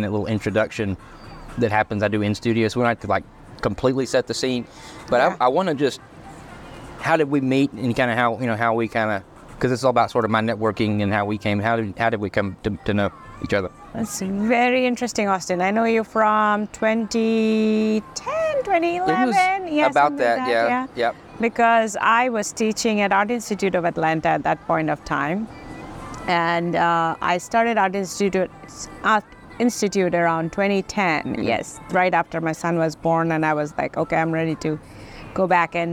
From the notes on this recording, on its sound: Today, we find ourselves outside Sweet Hut Bakery & Café in Kennesaw, Georgia! Lavalier microphone.